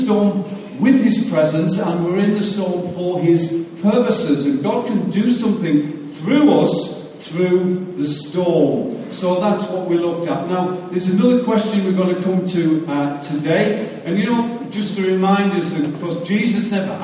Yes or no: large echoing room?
yes